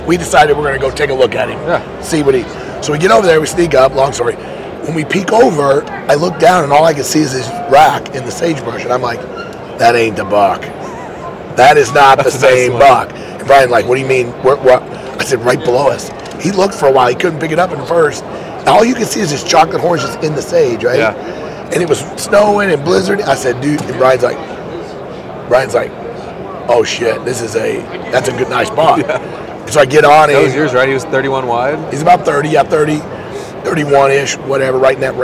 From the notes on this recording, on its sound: LIVE FROM HUNT EXPO VOL. 3. This is 3/4 of these live, in person podcasts from the Hunt Expo in Salt Lake City.